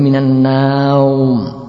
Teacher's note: Memanjangkan nun sehingga menjadi minan naum